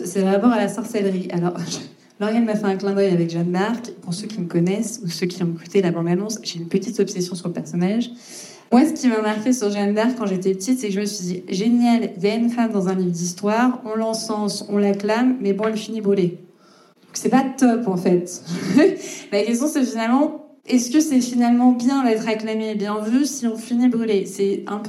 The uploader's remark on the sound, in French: Il s'agit du lancement du podcast en public. Je m'excuse cependant pour la prise de son, celle-ci étant publique, l'enregistrement n'est pas optimal mais nous avons essayé de faire au mieux.